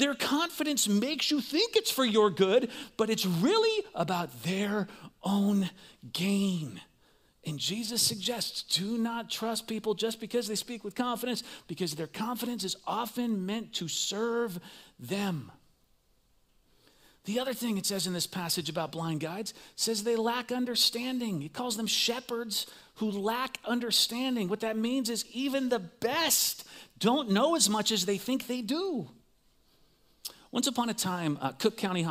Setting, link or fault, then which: setting, large echoing room